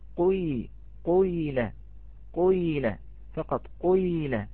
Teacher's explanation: تأخذ في الجانب الأول حركة ماذا أو درجة المضموم، ثم في نهايته يأخذ درجة المكسور